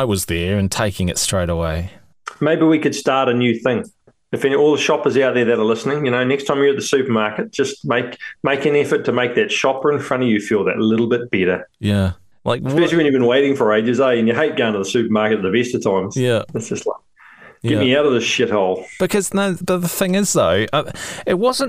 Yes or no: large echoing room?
no